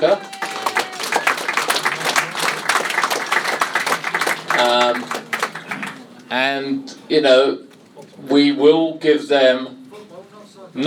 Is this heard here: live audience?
yes